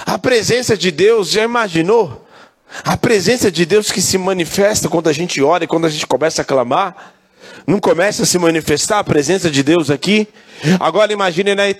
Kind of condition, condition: setting, large echoing room